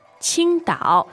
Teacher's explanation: So it's first tone and third tone.